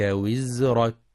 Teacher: يجب ترقيق الراء في وزرك لأنها ساكنة سبقها كسر، مع بيان صفة الصفير في الزاي وزرك.